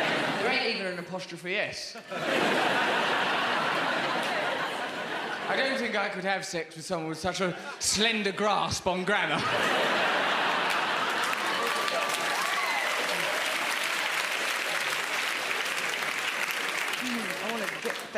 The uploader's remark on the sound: Recorded at the Hackney Empire